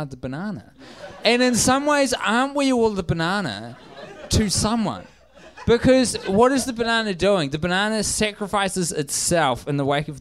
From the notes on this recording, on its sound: for a live LA show